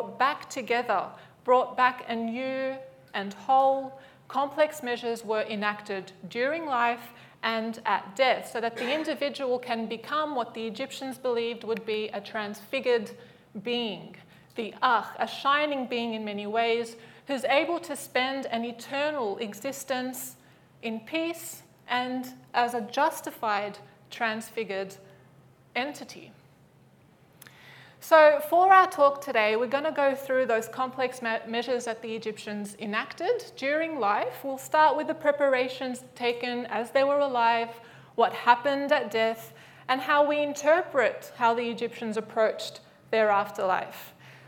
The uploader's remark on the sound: Live at the AM